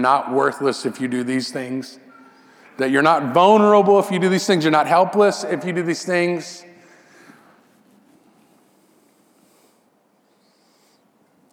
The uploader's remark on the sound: This sermon audio was captured during a worship gathering at Restoration Fellowship in Memphis, TN.